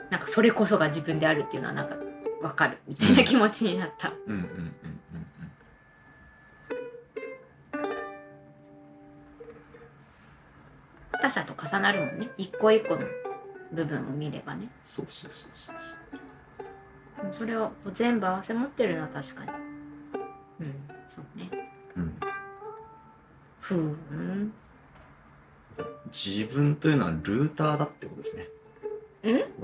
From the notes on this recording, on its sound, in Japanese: サラダうどん食べながら、ずぞぞっ音もかき混ぜ音も気にせずに、平常運転で収録です。